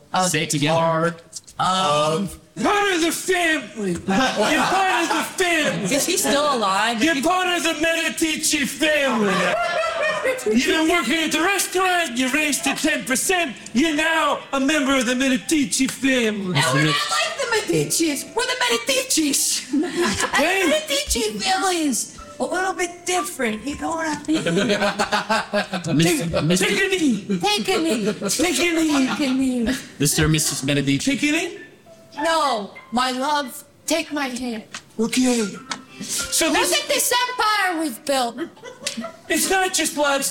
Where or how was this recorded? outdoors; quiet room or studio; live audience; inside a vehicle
live audience